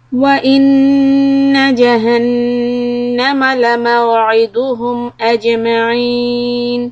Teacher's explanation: Hold all the نون شدة and جيم سكون is قلقلة.